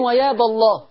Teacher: يعني أقولي وياب لما تقف. لكن في الوصل ما فيش حاجة. لأن الألف محذوفة لالتقاء الساكنين